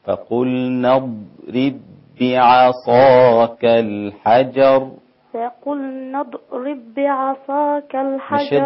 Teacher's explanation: ما تقلقليش الضاد، الضاد مستطالة ساكنة